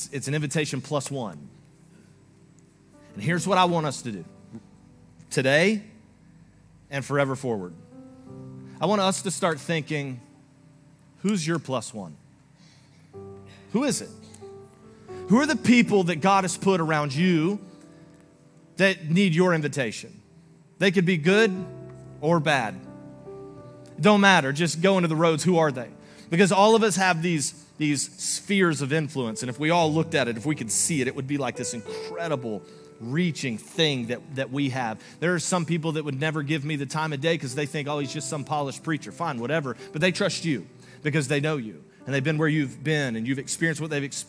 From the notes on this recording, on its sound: Recorded live on February 25, 2024 at Church On The Rock